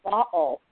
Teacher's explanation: So the middle of the word bottle for her was what's called a glottal stop. It's in the back of your throat, your glottis.